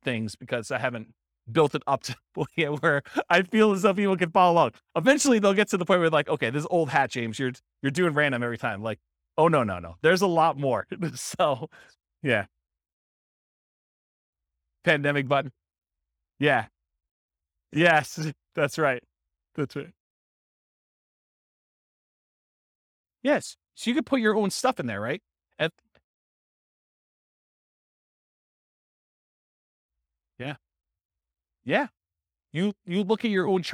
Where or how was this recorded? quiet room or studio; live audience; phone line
live audience